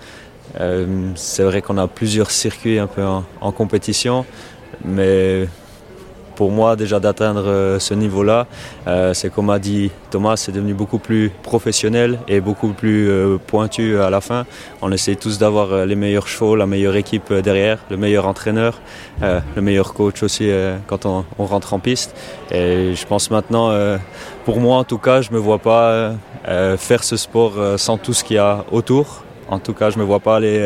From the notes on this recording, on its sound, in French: En immersion au Concours Hippique International de Genève. Table ronde sur l'évolution du sport.